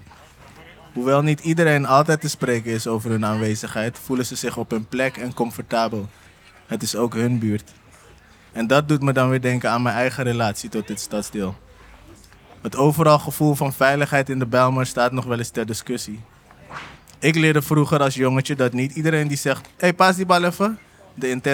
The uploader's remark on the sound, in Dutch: De tweede aflevering is live opgenomen tijdens een door SLAA georganiseerd buurtdiner in de Bijlmermeer. Tijdens het eten maken buurtbewoners en andere nieuwsgierigen kennis met elkaar en luisteren ze naar een verhaal uit hun buurt.